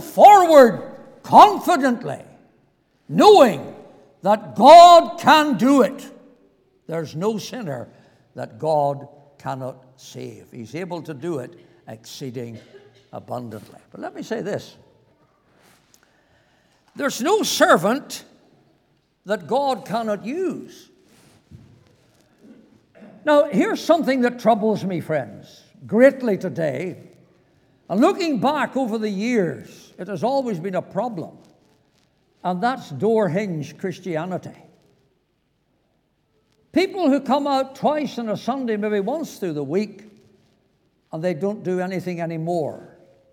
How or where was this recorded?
large echoing room